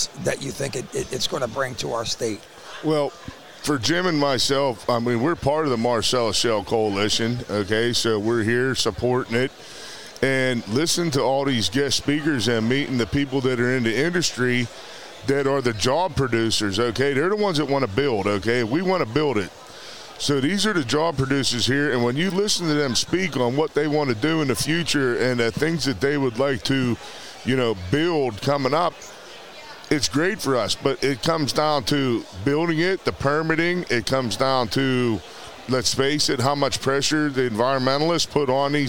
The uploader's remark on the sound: Live Conversation From The Shale Insight Convention